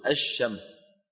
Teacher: لما نقول الشمس هل أدغمنا اللام في الشين أم لا؟ أدغمناها، فشبهوها شبهوا بقية الحروف بها فقالوا الحروف الشمسية، وهي اللام تكون فيها مدغمة بالحرف الآتي بعدها.